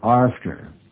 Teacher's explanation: a true Nova Scotian, in saying the word A-F-T-E-R, will always insert an R. It will always come out after.